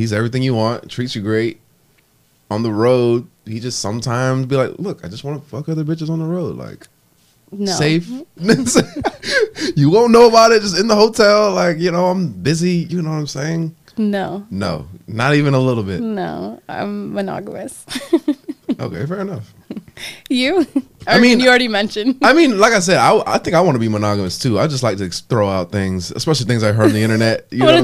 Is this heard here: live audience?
no